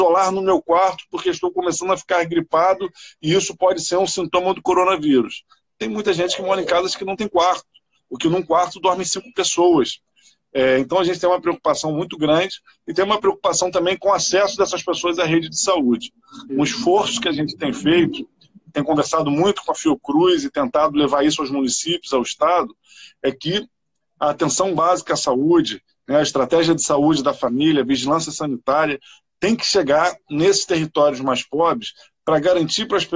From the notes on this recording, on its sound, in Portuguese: LIVE no Instagram